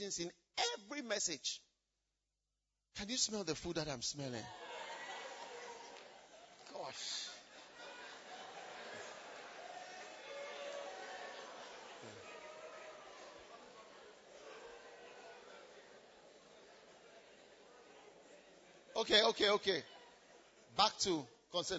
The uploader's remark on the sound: Preached at First Love Church, Legon.